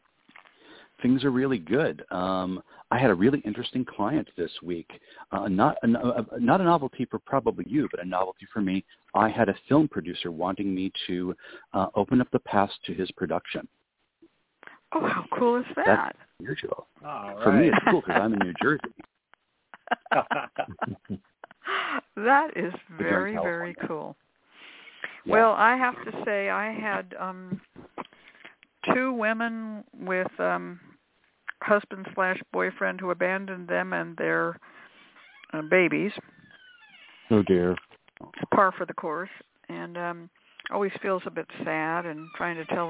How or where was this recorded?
phone line